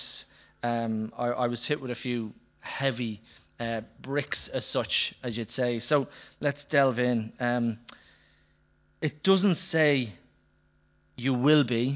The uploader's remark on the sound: Recorded live in Liberty Church on 11th August 2019